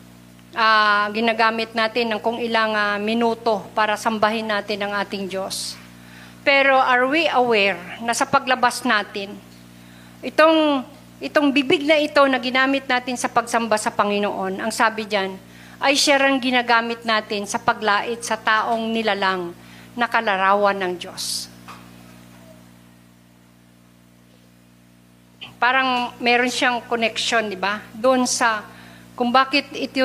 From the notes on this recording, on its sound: Recorded live at The Shepherd Of Faith Family Church on June 26, 2022.